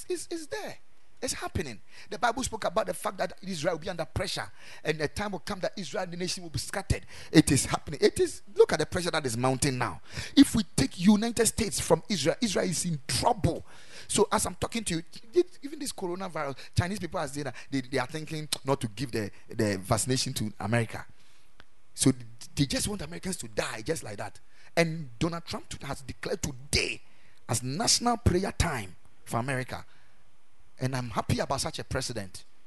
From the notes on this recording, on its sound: Preached at the Ekklesia Campus